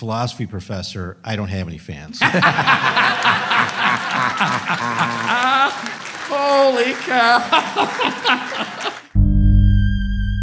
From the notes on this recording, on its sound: Answer the weirdly awesome questions from our live audience at Sketchfest 2024.